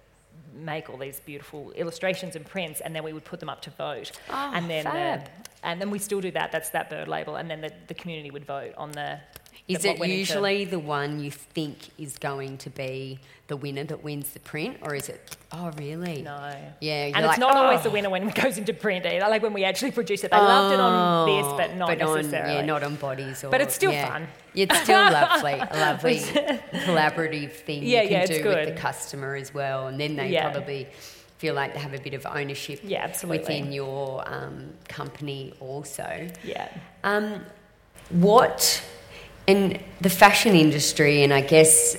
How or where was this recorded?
live audience